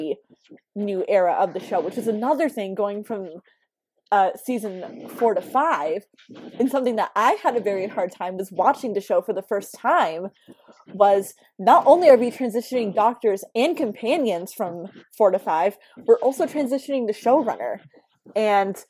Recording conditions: background noise